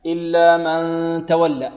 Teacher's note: طيب إلا من تولى وكفر، نون ساكن وبعدها تاء حكمها الإخفاء كما سبق في أنت، إلا من تولى غنة كاملة، إلا من تولى وكفر من تولى، والغنة هنا الأكثر يكون من الخشوم